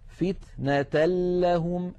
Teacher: ننتقل من التاء إلى اللام المشددة ولم يبقى من التنوين شيء · Term: إدغام النون الساكنة والتنوين بغير غنة